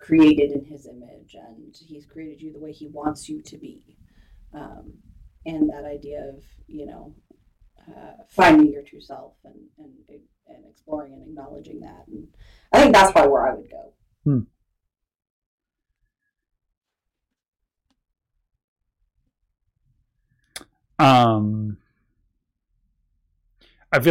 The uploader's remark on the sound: Sorry about the mismatched audio, still working on the levels.